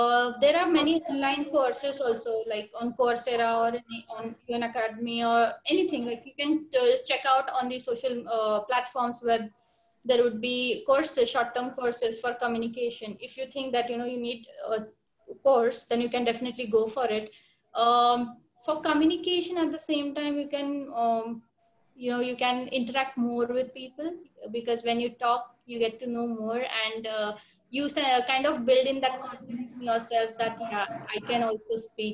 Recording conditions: video call